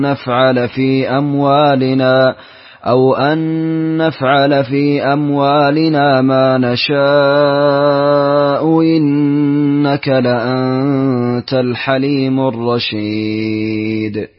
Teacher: قرأت لقالون بجمع أصلواتك وقصرت المنفصل سهلت الهمزة الثانية في قوله ما نشاء إنك ما نشاء تحقيق الأولى وتسهيل الهمزة الثانية همزة إنك وتحقيق همزة نشاء.